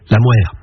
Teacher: la consonne initiale se labialise, on avance les lèvres